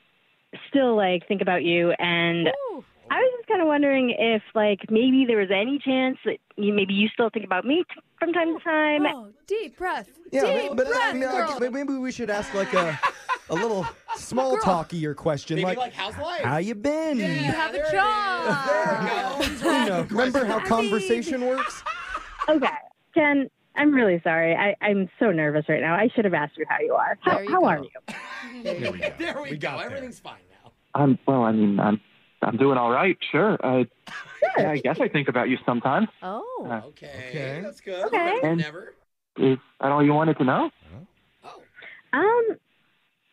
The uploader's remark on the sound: The woman on the phone today